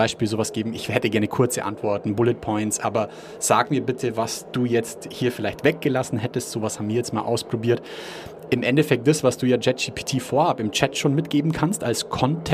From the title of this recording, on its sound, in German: Live von der ZPE